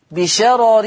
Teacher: لأن الراء الثانية مكسورة في الوصل ومرققة · Term: ترقيق الراء